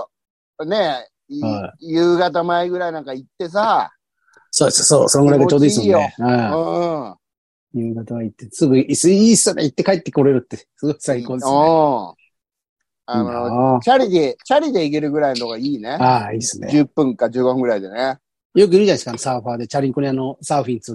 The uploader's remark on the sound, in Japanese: ZOOMで収録